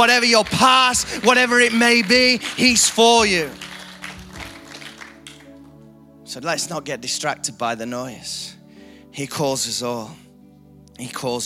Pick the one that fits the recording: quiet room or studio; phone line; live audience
live audience